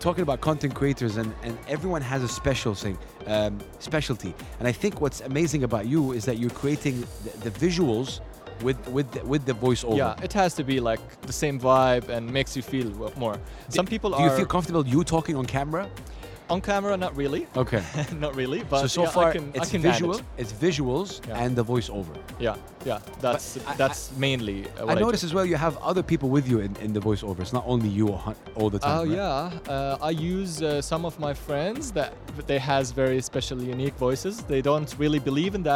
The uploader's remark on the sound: Live from SIBF 2023